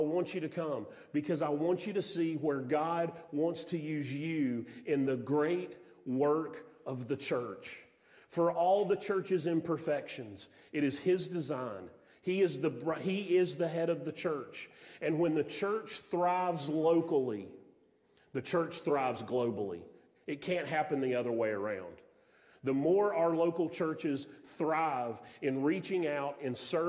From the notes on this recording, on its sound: Sermon audio from Mission Church in Locust, NC.